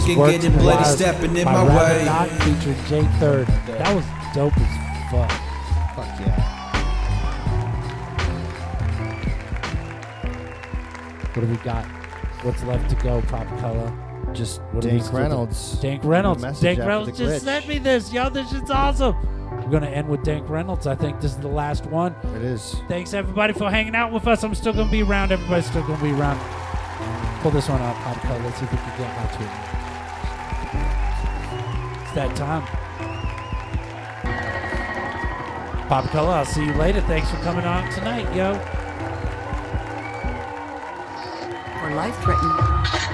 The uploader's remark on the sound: Filmed in front of a live Studio Audience